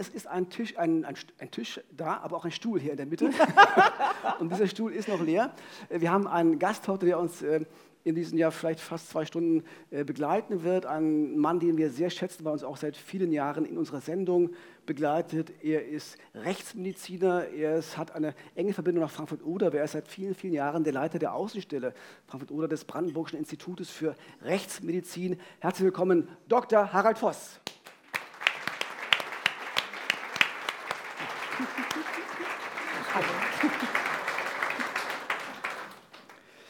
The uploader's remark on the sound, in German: Im Visier live in Frankfurt (Oder)